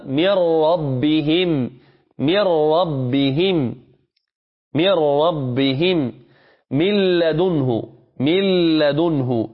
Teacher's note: تن خاء، لأن بعد التنوين حرف من حروف الحلق، لأن بعد التنوين حرف من حروف الحلق. أما الراء واللام فلاحظ هنا يوجد إدغام ولكن الإدغام لا غنة فيه